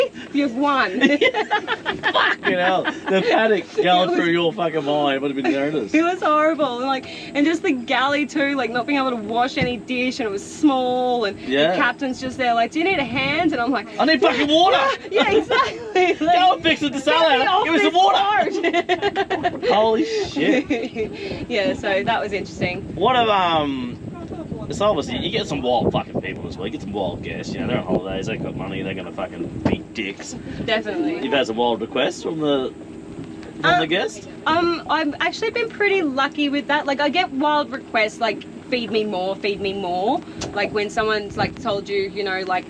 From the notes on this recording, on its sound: Apologies for the windy audio, we were out in the elements for this one.